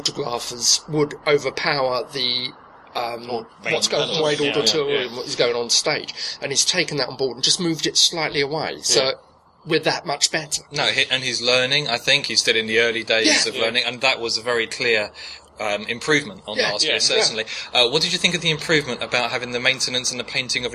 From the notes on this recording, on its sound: This episode was recorded at the Whooverville 2 Convention at the Midland Railway Centre in Ripley, Derbyshire. This episode was recorded at the Whooverville 2 Convention at the Midland Railway Centre in Ripley, Derbyshire.